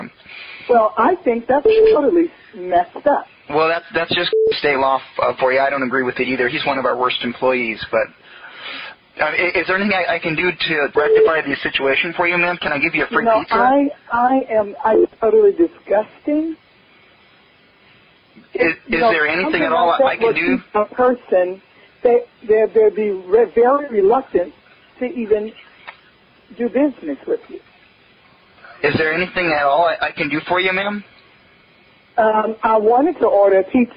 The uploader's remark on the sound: …'s Personal Prank Phone Calls Collection.